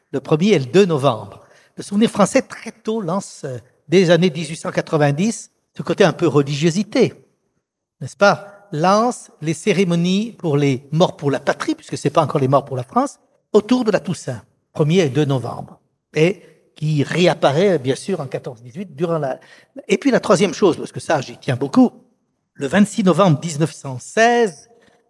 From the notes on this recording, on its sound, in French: Une table-ronde de France Mémoire issue de l'édition 2023 des Rendez-vous de l'Histoire